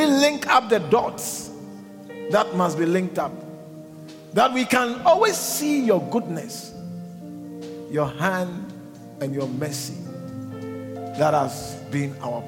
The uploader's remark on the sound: preached at the Living Waters Cathedral